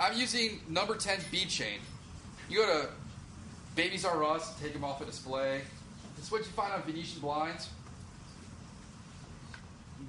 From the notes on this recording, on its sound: Gave a presentation at the Orvis store in Tysons, Virginia. This is the audio from the presentation.